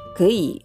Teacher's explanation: 下から上に上がってまた下に低く沈むこういうコンビネーションで発音されます